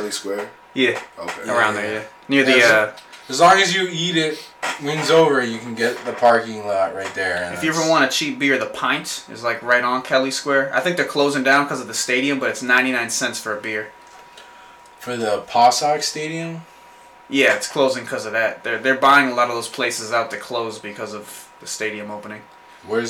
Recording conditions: poor sound quality